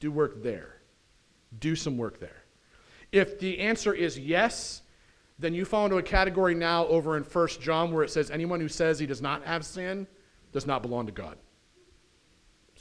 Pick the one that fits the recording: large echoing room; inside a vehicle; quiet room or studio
large echoing room